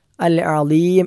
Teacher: അൽ അദീം എന്നത് ഐൻ എന്ന അക്ഷരം തൊണ്ടയുടെ മധ്യഭാഗത്ത് നിന്നും പുറപ്പെടേണ്ട അക്ഷരമാണ്. തെറ്റിക്കാൻ പാടില്ല, ആ എന്ന് ഹംസയായിട്ട് ഉച്ചരിച്ചാൽ തെറ്റാകും.